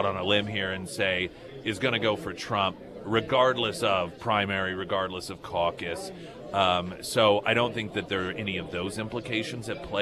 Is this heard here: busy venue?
yes